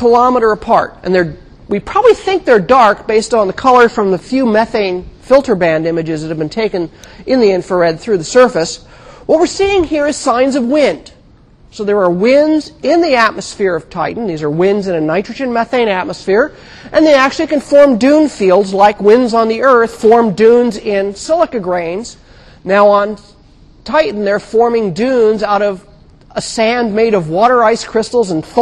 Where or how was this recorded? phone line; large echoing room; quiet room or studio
large echoing room